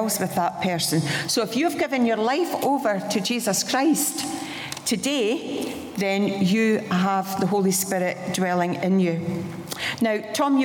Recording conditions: live audience